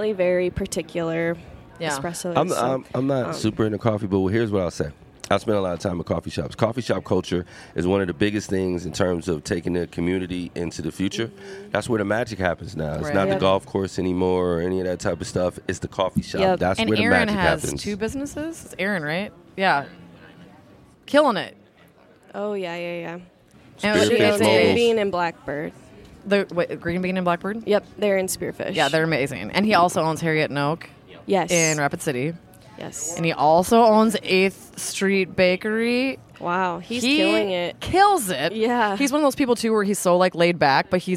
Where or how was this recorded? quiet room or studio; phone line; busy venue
busy venue